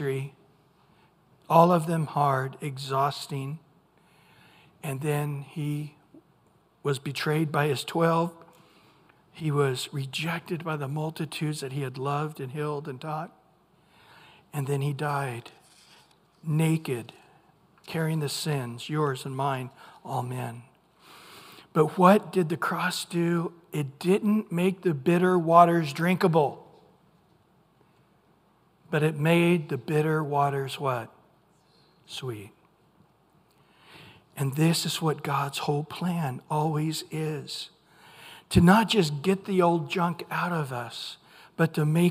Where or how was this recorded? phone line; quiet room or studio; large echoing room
large echoing room